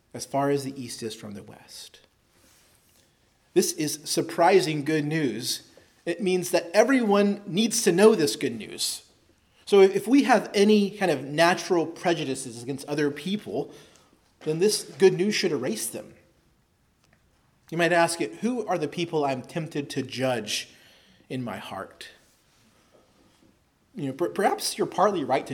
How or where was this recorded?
large echoing room